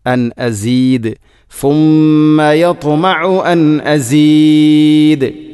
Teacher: അൻ അസീദ് വഖഫ് ചെയ്യുമ്പോൾ ദാലിനെ കൃത്യമായിട്ടും വെളിവാക്കണം, ഖൽഖല എന്ന സ്വിഫത്ത് ചെയ്യണം.